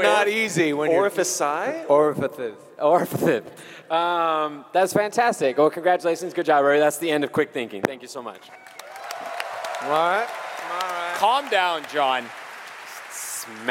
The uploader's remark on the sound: RTX 2019 Live! A mind-bending, genre-jumping live comedy extravaganza.